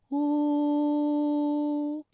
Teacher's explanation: 舌头需要后缩，舌面后部隆起，与软腭相对。 · Term: 乌